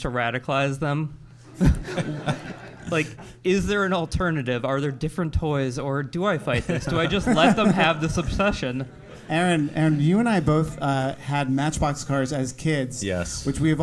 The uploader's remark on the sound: This special episode of The War on Cars was recorded live before a sold-out audience at Caveat on the Lower East Side of Manhattan and was styled after a community board meeting.